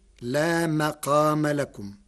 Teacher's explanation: قرأ ورش كلمة مقام بفتح الميم